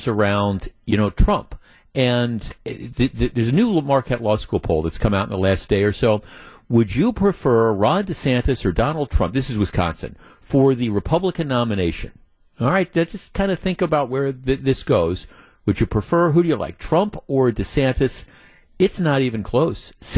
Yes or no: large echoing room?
no